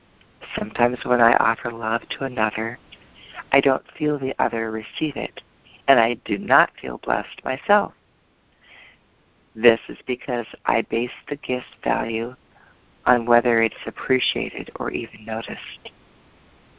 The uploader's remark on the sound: ACIM Daily TEXT Conference Call.